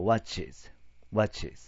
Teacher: 切り替えの時間のために、イっていう音を入れるわけ。